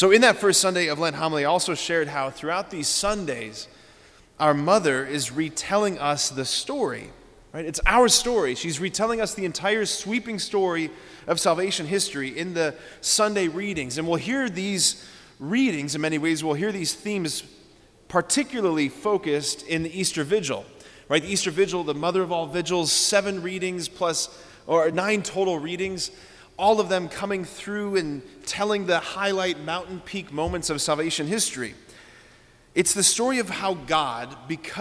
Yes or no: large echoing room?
yes